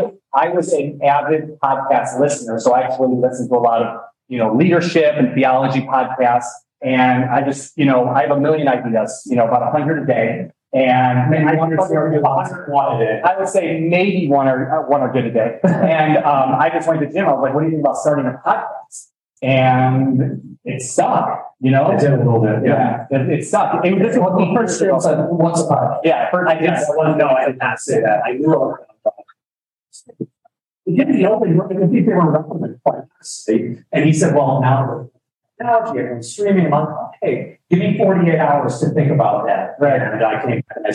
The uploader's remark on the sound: People, Process and Performance (CV Manufacturing Conference). We moderate a panel at the CV Manufacturing Conference.